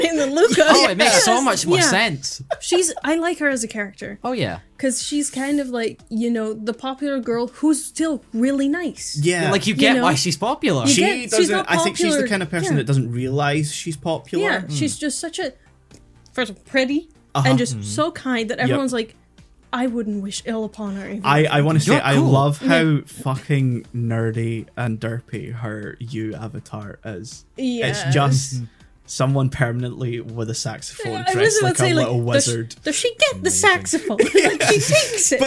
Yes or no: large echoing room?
no